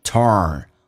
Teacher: 美式发音重度卷舌